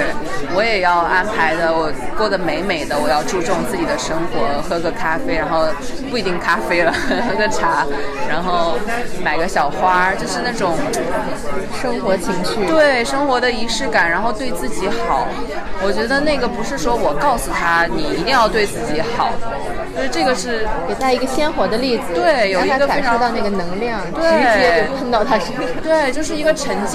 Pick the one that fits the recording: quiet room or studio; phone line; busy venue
busy venue